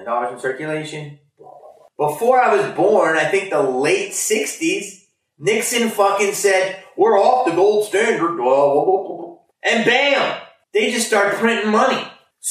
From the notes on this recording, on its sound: Sorry about the audio quality on this one, there was an issue with the mics but we still wanted to upload this and give you all a new video.